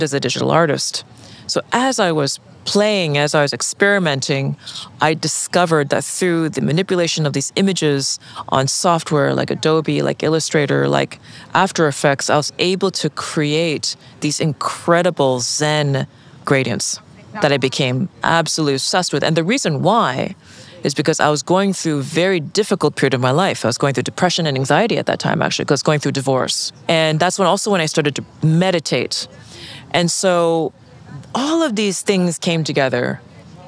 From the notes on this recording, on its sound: on location at Art Miami